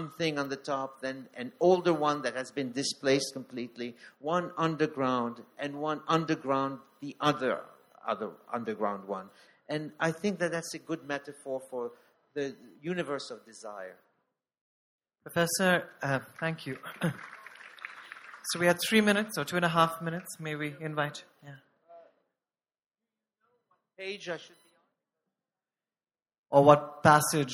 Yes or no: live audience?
yes